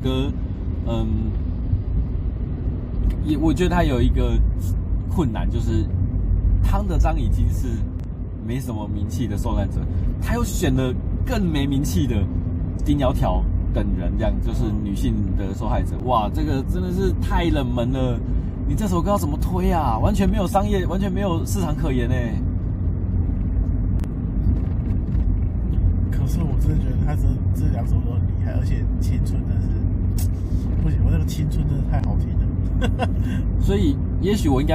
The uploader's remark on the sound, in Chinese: 錄音地點：AM車上